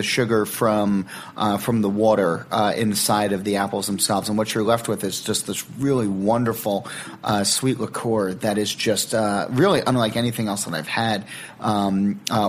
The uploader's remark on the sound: Recorded on-site at Jimmy’s No 43 a few months ago, this episode features an in-depth discussion on cider and some on-air tastings.